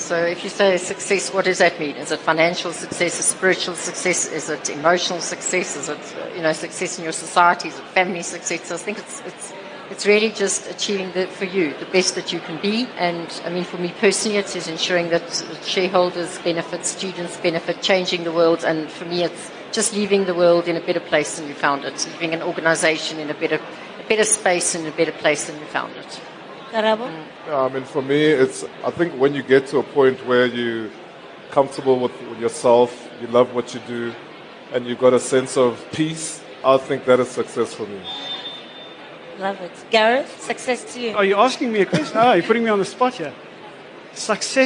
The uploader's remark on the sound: Our #FutureCEOs audience got to do just that during this interactive Career Advancement Masterclass, during LeaderEx 2016 at Sandton Convention Centre.